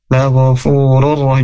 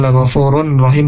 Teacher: Nah, huruf ra, huruf ra, rur rahim ini idgham bila gunnah, tanpa gunnah, huruf tanwin dhammah, tanwin dhammahnya masuk ke huruf ra yang kedua · Shown in: first take